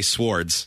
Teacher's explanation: I've never heard somebody pronounce the W in sword.